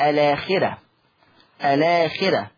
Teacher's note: أيضا لفظ الآخرة، الآخرة، اللفظة دي فيها نقل مع ثلاثة البدل، فيها نقل مع ثلاثة البدل، ولاحظوا ان الراء مفتوحه وقبلها خاء مكسوره يبقى فيها كمان ترقيق الراء الاخره